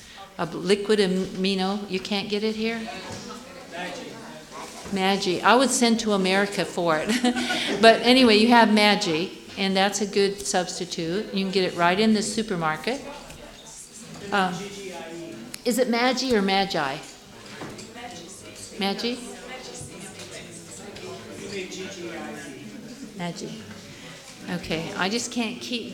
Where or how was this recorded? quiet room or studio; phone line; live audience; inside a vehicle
live audience